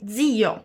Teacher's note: Não esquece da pronúncia do Z, que neste caso se juntou com o I e é falado como DZ